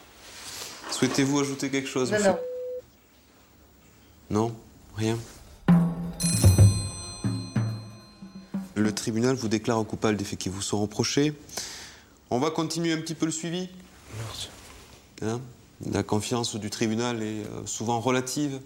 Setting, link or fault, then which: setting, large echoing room